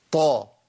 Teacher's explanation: استعلاء، تفخيم، بيرتفع اقصى لسان الى اعلى. اطباق، بيلتصق جزء من اللسان بسقف الحنك الاعلى. اصمات، صفة قوة، كل دي قوة.